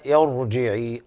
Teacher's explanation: الراء تفخم لأن الكسر قبلها عارض، حكمها التفخيم